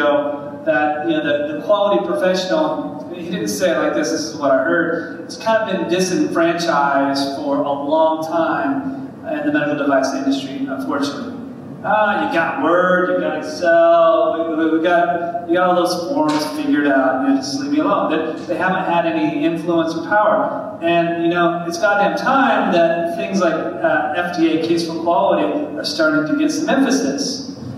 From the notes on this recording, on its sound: Live Atlanta True Quality Roadshow Panel. This special episode features a recording of the industry panel from the Greenlight Guru True Quality Roadshow in Atlanta, presented by the Global Center for Medical Device Innovation (GCMI) and Rook Quality Systems.